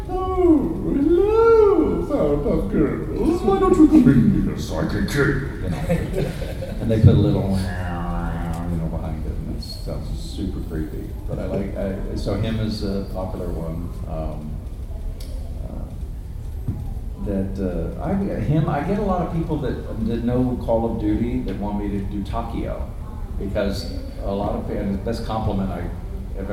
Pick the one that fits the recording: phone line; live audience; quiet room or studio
live audience